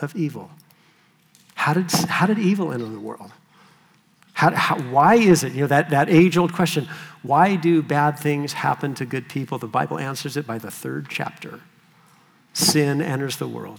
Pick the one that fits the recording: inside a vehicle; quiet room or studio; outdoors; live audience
live audience